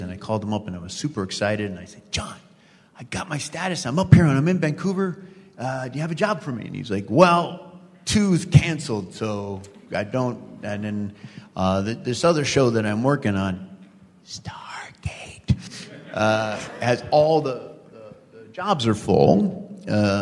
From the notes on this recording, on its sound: Please note, as this was a LIVE, on-site event, this episode is not optimized for an audio podcast.